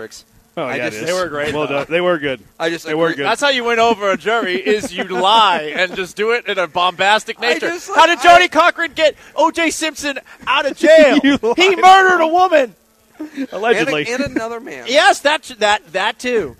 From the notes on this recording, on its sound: LIVE from the Circa Resort and Casino in Las Vegas!